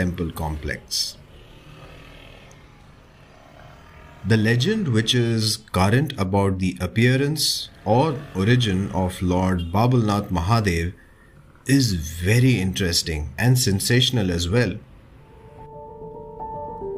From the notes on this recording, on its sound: With the help of ambient sounds and noises from the actual places, we will bevisiting the areas, the buildings & the food joints which make Mumbai. This sound journey through the roads, streets, bylanes of South Mumbai. You and I will visit some prominent buildings, landmarks and food joints with actual ambient sounds and noises.